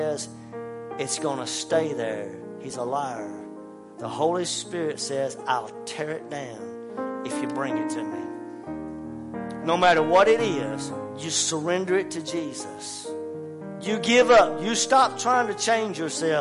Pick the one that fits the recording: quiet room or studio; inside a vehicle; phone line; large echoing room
large echoing room